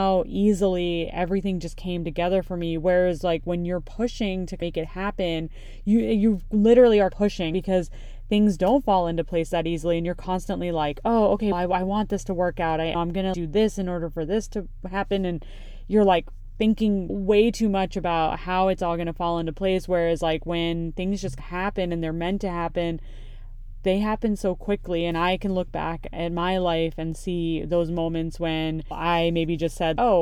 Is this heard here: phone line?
no